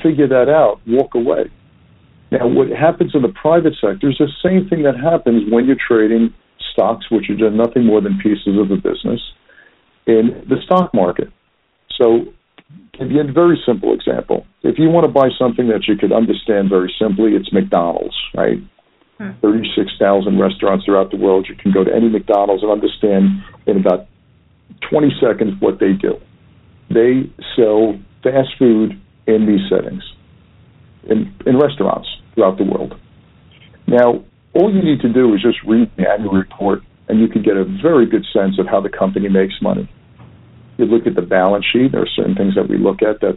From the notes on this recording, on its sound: Phone Interview